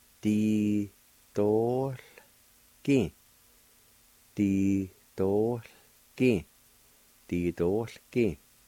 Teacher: between the O and the L, there'll be a faint H sound, and the A is silent